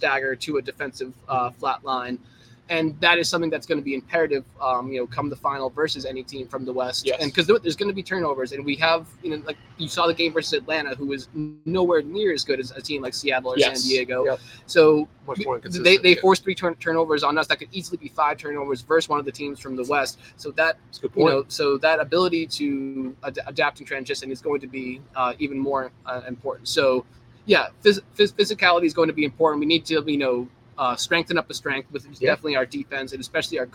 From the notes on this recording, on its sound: on location at Sonny Mcleans's in Santa Monica, CA!